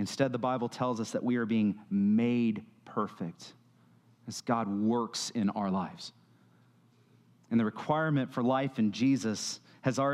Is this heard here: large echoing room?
yes